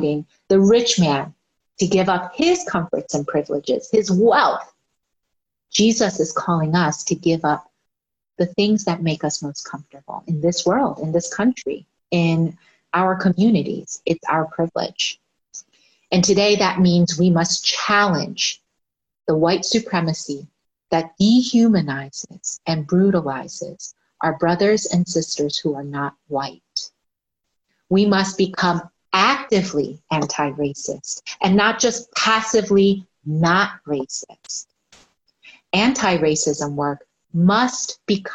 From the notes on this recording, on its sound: Our zoom streamed service